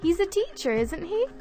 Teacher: When she says, isn't he, with her voice going down, she actually knows the answer to the question.